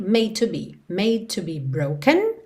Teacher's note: o E final não é pronunciado, você já vai juntar o D do made no T do to.